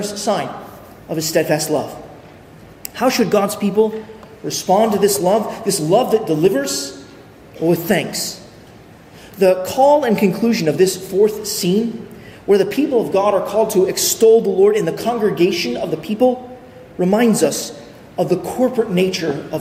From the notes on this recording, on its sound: at Arlington Baptist Church in Arlington, Virginia